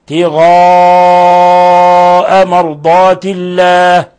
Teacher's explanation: من يشري نفسه ابتغاء مرضات الله، في عنا باء ساكنة إب نقلقلها، إب ابتغاء مرضات الله، مد متصل في لفظ ابتغاء لأن الهمز لقي حرف المد في نفس الكلمة، والهمز إذا لقي حرف المد في نفس الكلمة هذا المد مد واجب، مد متصل واجب، لا يجوز قصره البتة عند جميع القراء.